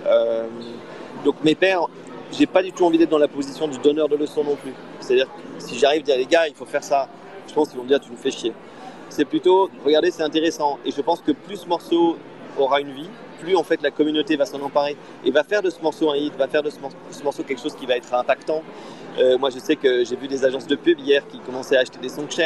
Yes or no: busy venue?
yes